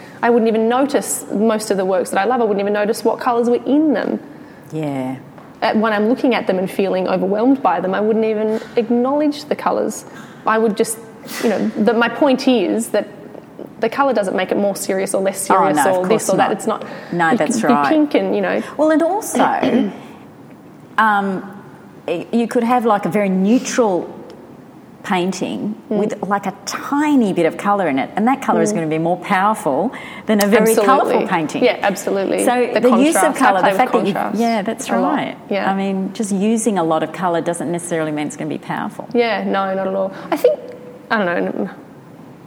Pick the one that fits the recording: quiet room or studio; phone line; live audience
live audience